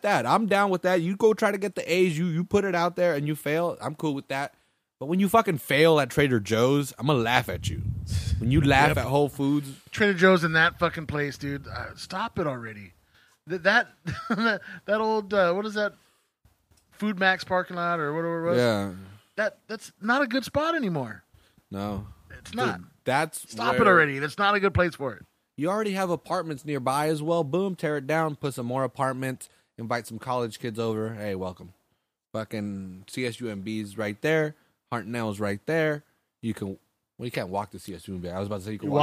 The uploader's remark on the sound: We recorded this as the Italians would say "al fresco" at the Lions Den.